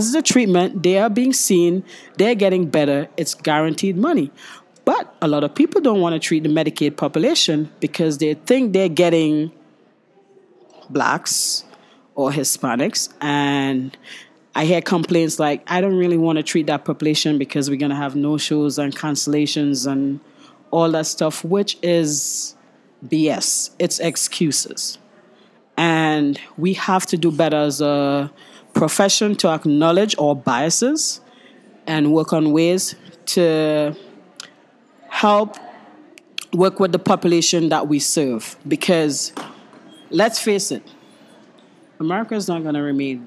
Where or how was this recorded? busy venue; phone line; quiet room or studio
busy venue